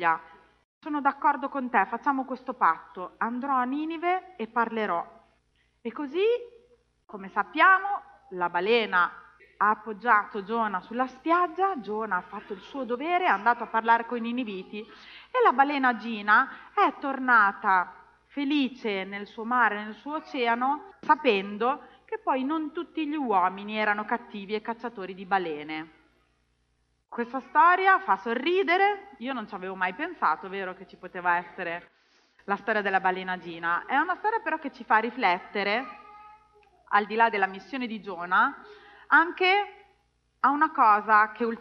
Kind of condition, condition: setting, large echoing room